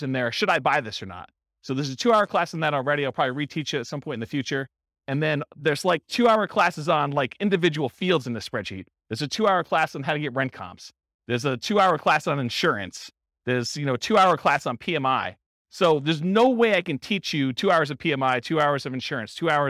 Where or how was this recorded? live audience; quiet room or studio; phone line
live audience